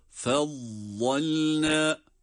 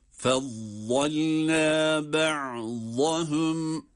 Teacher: zat harfini hem kalın hem tok bir ses, yani kalın bir sesle hem de şeddesiyle okunurken harfi çıkarmak için, tabii kendisine ait olan sıfatı sebebiyle, burada istitale sıfatı dediğimiz bir sıfat dikkate alınmalı ve o şekilde de zat harfini çıkarmaya hususi bir özen gösteriyoruz.